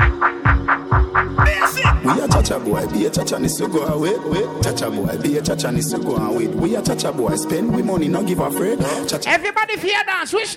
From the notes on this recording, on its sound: live at Island Saturdays on Saturday, December 1.